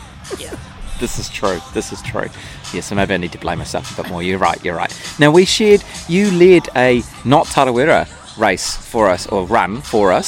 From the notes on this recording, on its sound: recorded at some aid stations, among other places